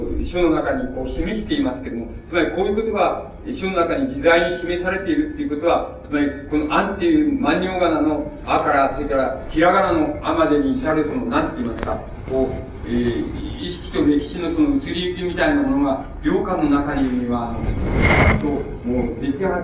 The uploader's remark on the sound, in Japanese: 埼玉県日高町武蔵台自治会。客席から録音されているため 録音者の手元でのノイズがある。テープが欠けているため、 講演の途中までしか収録されていない。